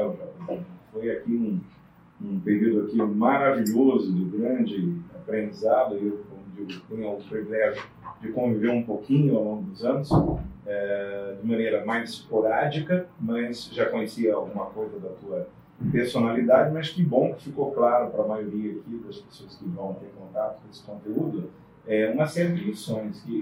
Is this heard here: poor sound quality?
yes